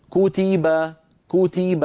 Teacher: لما قلت كو نطقت بعد الكاف واو قصيرة اسمها ضمة، تي لما قلت تي نطقت تاء وبعدها ياء قصيرة اسمها كسرة، با لما نطقت الباء المفتوحة نطقت باء ثم أتبعتها بألف قصيرة اسمها فتحة.